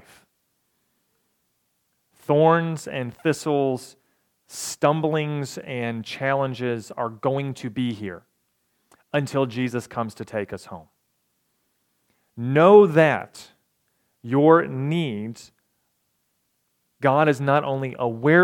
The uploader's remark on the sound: recorded November 12, 2022, at the Ringgold Seventh-day Adventist Church.